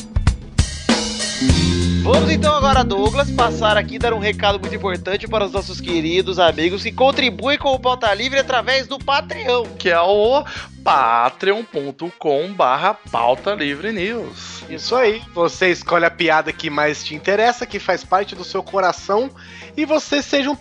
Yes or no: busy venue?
no